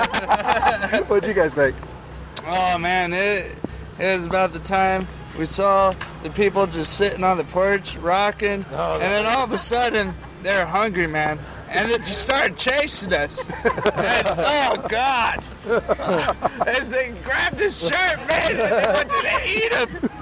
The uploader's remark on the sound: Thrill to sounds and smells of a trio of Seattle Haunt Tours. Stocker Farms' Field of Screams, the Seattle House of Horrors and Dark Hollow Haunted Forest.